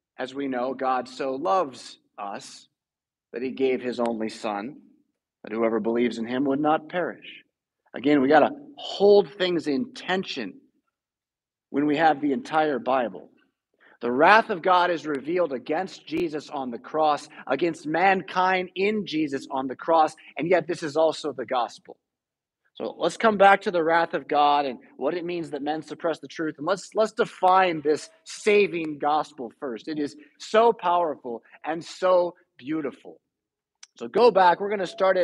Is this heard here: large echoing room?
yes